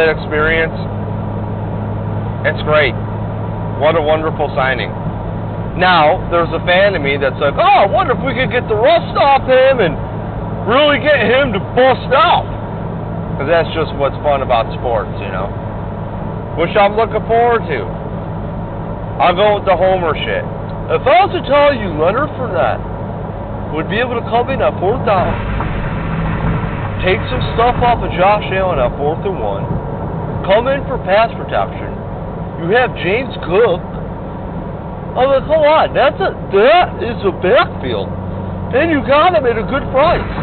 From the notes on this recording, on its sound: Babbles while driving from Tampa to Ft Lauderdale to the Bills Backers bar- the Booze Garden.